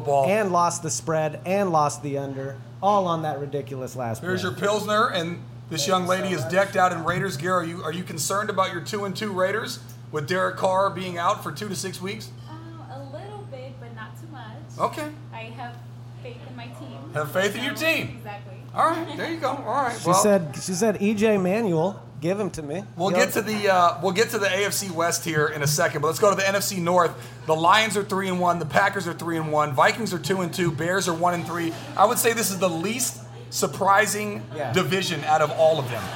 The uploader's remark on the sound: There is also video of this episode ( ) shot on location at McGee's in Alameda.